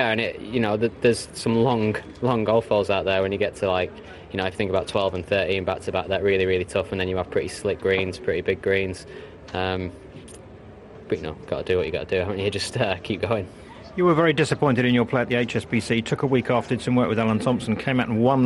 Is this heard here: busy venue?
yes